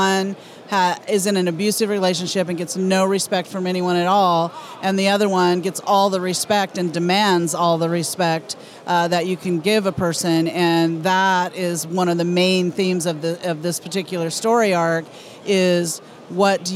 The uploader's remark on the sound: at New York Comic Con NYCC 2017!